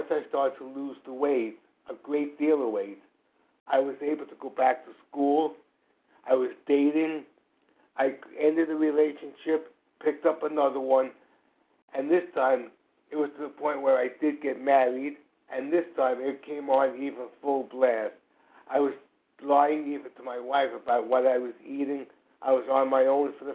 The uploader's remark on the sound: 100 Pounders Phone Meeting, 8/11/23